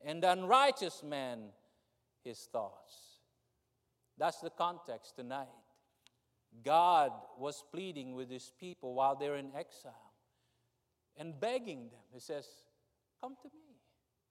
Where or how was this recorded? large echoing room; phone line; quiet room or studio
large echoing room